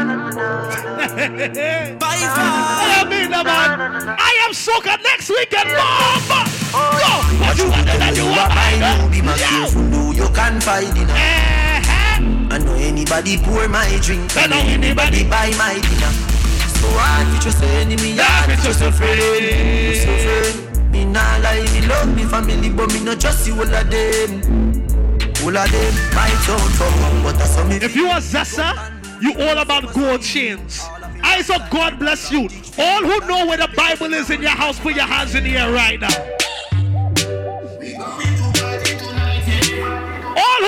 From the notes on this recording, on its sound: Live at Carnival Tuesdays - Privé in Brooklyn. Live at Carnival Tuesdays - Privé in Brooklyn.